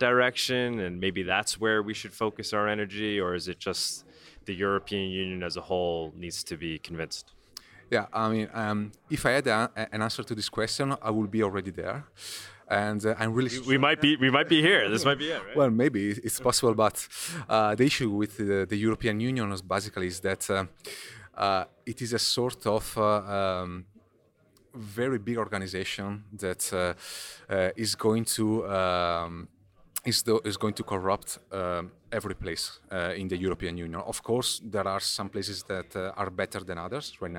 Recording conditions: busy venue